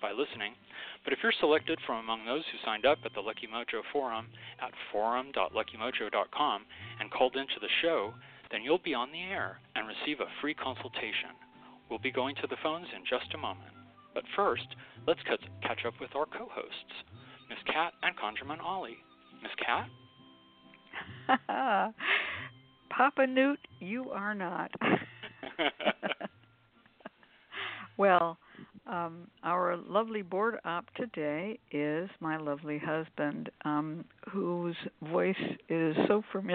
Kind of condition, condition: link, phone line